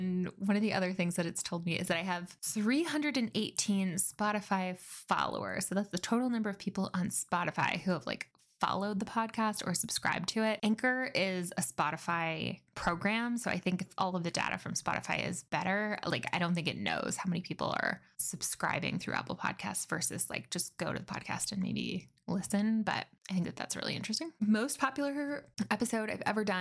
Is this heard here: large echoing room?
no